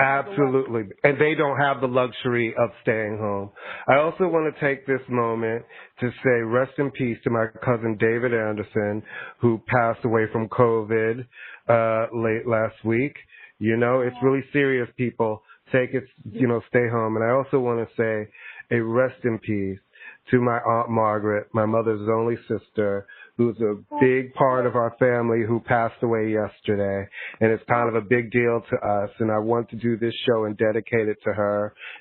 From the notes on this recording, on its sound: recorded via phone